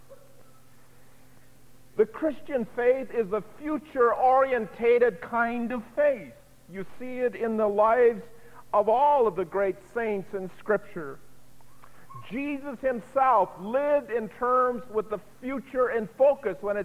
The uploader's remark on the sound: delivered at Vision Of Glory Lutheran Church on April 19, 1987